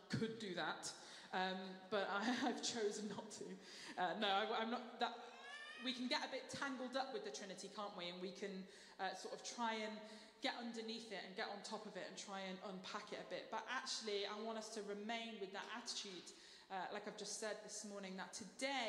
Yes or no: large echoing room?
yes